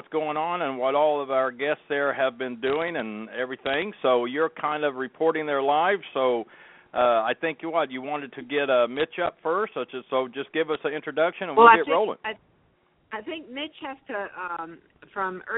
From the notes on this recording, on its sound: Live from GATS 2015. Tune in "Live" from the 2015 Great American Trucking Show. Brings us the highlights from the LANDSTAR "Fit for the Road" Health and Wellness Pavilion.